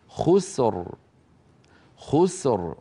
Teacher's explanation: الحالة السادسة إذا سكنت الراء وقبلها ساكن وقبله مضموم نحو خسر خسر، والعصر إن الإنسان لفي خسر عند الوقف عليها بالسكون، تكون الراء ساكنة وقبلها ساكن وهو سين وقبله مضموم، عندئذ نفخمها